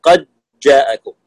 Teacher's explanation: قد جاء أدغم الدالة في الجيم